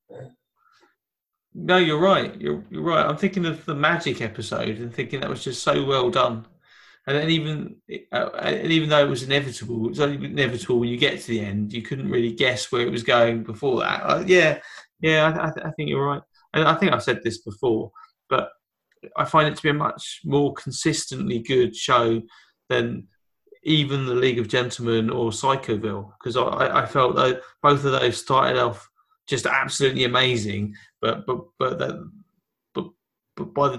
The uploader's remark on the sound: Lockdown Special. The special bit is that we've worked out how to record over the internet so expect more episodes very soon.